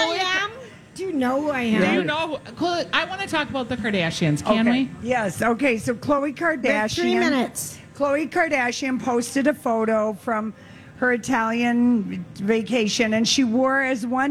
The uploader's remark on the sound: Day 1 at the MN State Fair